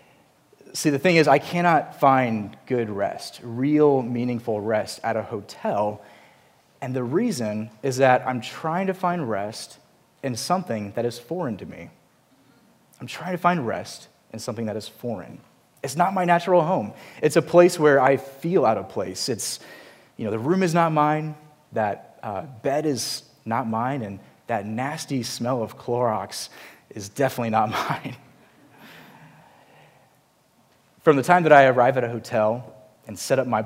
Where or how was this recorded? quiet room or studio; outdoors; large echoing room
large echoing room